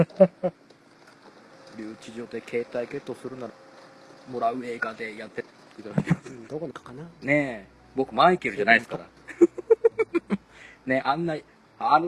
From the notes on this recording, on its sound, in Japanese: 復活のツイキャスです。諸都合で外での収録だったため、車の通る音なども聞こえますがご容赦ください。